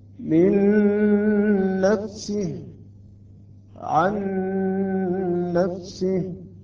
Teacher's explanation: أصبح عندنا نون مشددة أيضا نقرأ مع الغنة · Term: الإدغام